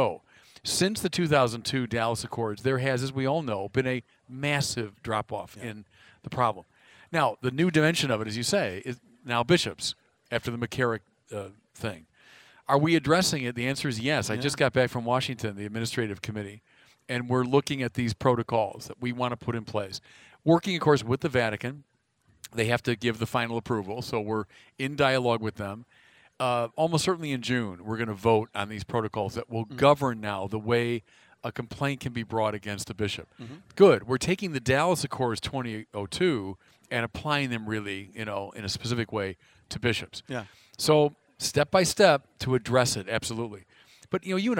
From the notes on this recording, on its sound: From the 2019 Los Angeles Religious Education Conference